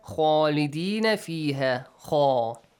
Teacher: An aw sound. Make sure it is a heavy letter.